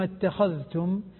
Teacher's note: الخاء مفخمة الذال مظهرة